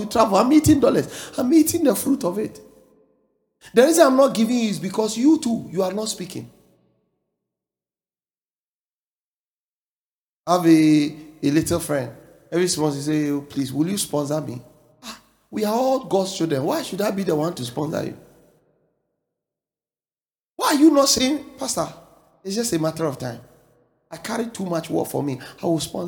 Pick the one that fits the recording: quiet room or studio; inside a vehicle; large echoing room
large echoing room